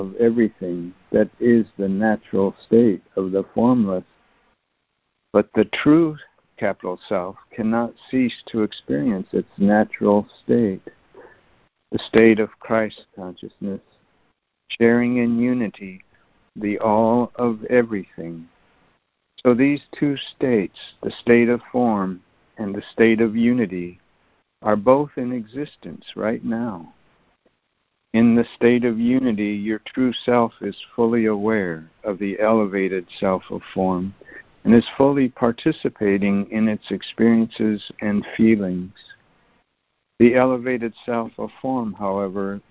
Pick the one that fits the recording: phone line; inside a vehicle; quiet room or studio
phone line